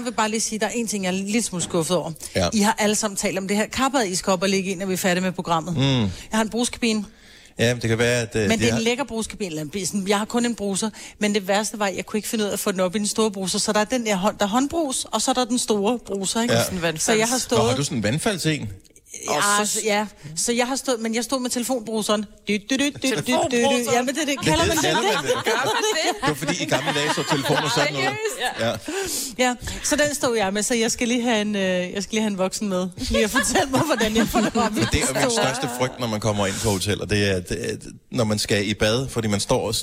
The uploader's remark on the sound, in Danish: I dagens podcast sender vi live fra Disneyland Paris